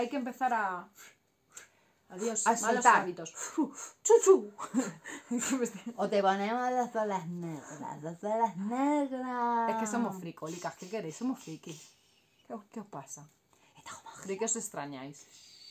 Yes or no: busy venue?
no